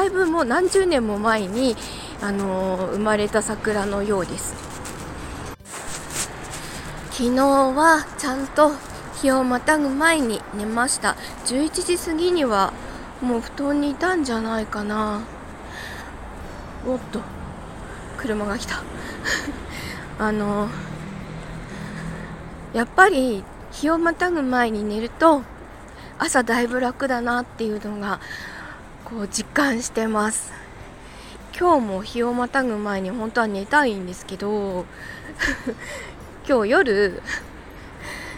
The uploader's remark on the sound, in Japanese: なんだか、雑音入ってます